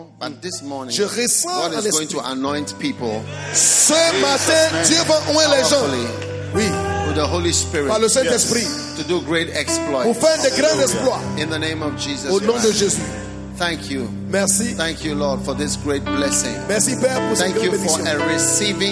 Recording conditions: busy venue